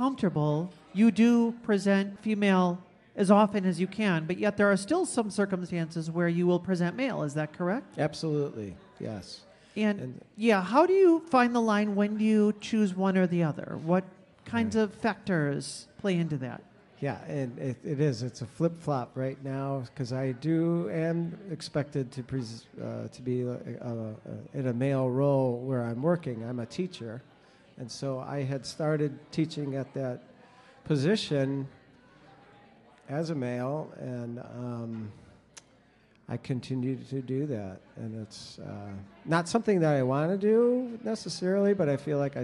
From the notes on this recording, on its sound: This podcast was recorded before a live audience at the PRIDEducation event, sponsored by Rainbow Alliance Advocacy in Appleton, WI.